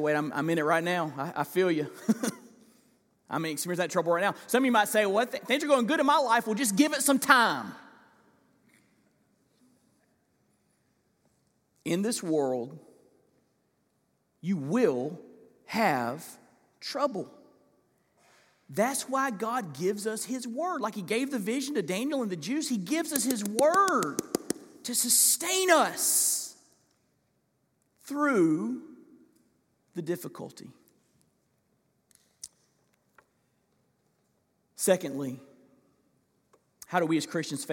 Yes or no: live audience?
yes